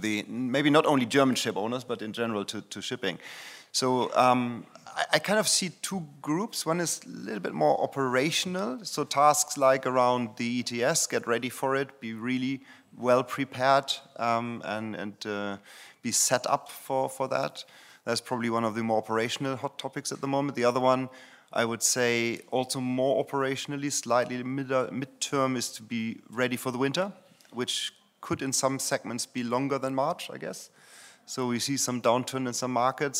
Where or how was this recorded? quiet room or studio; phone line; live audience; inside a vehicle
live audience